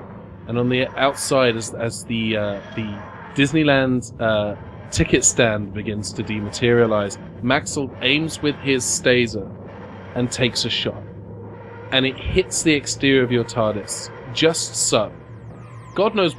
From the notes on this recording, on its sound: Recorded at Geeky Teas & Games in Burbank, CA.